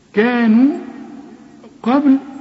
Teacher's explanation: الباء هنا لازم تقلقلها